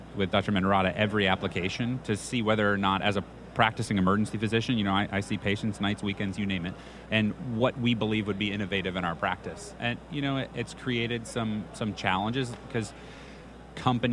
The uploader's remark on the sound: on the floors of the American College of Emergency Physicians annual meeting in Boston, MA